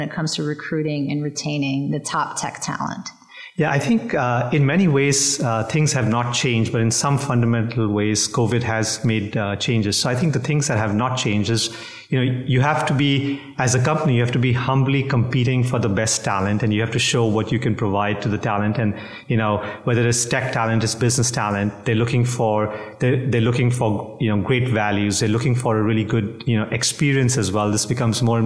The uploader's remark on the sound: We’re once again on the road, recording from Analytics Unite, the three-day summit that gathered today’s leading minds in retail and consumer goods analytics.